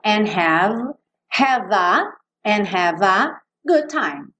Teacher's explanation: Você não vai clicar no D, então não vai fazer good time